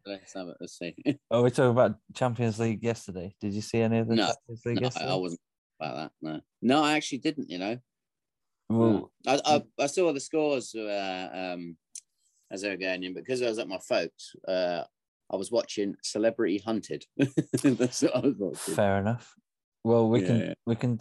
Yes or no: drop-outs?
yes